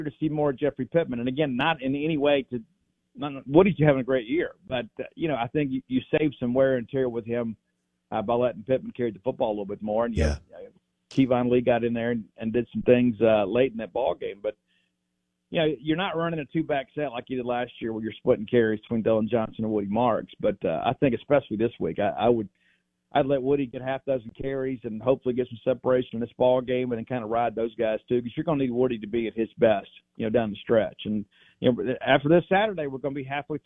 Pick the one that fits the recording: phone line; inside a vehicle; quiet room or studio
phone line